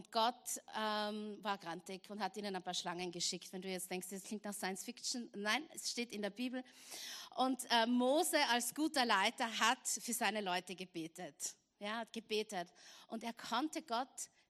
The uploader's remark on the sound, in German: Gottesdienst live aus der LIFE Church Wien.